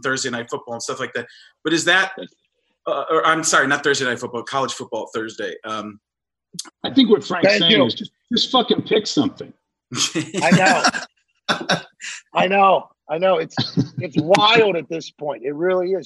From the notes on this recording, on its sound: head to the Zoom app